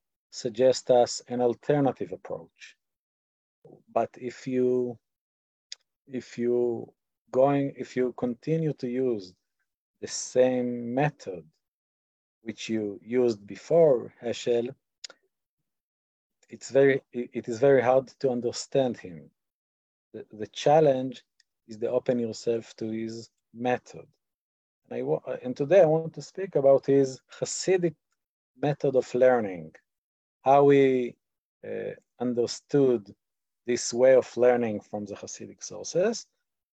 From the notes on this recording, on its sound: In this online class. This audio was originally captured from Zoom.